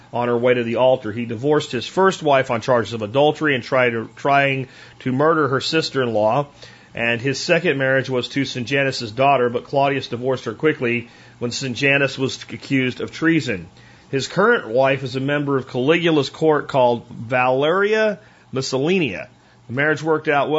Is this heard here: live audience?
no